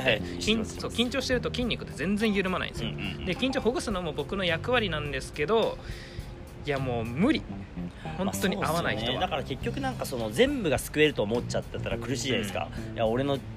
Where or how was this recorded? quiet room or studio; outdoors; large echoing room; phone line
outdoors